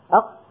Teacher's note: القاف مثلا لما نقول أق، كل واحدة منكم تجرب أق، تنطق قاف ساكنة ولا تفلتها، خليها ماسكتها أق أق، تجد بأن المخرج قد انقفل انقفالا تاما وسبب إزعاجا لجهاز النطق، لأن الصوت قد انحبس بعد المخرج، بعد يعني وراء المخرج.